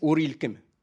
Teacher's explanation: le « i » n'est plus réalisé par les jeunes maintenant, ils disent « ur ilkim ».